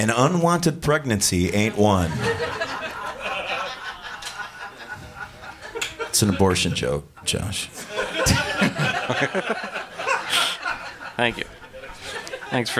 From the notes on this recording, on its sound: This episode recorded LIVE at Gman Tavern in Chicago, IL.